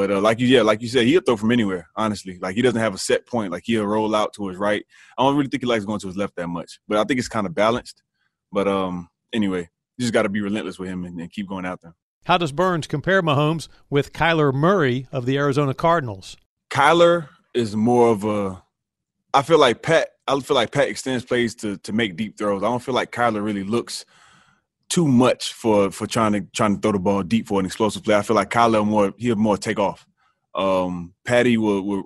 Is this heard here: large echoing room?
no